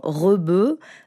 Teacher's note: la manière de prononcer le re palatal, c'est purement français. C'est un re qu'on trouve nulle part ailleurs.